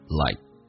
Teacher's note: Let's take a look.我们看所有听力跟口语的一些技巧。第一句话，bungee jumping looks like fun.所以我们来看一下第一个听力的难点，就是 bungee jumping 叫做蹦极，bungeejumping。所以这个首先能够听懂，looks likefun，意思是还是蛮好玩的，看起来蛮好玩的。红色字体用降调来读，like 降调读，而且双元没有那么饱满